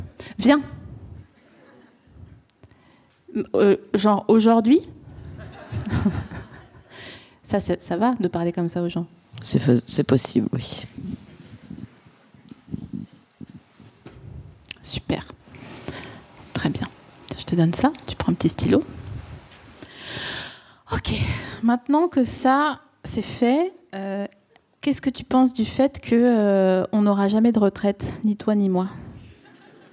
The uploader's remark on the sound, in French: Produit par Binge Audio, enregistré 26 septembre 2022 à la Scala Paris.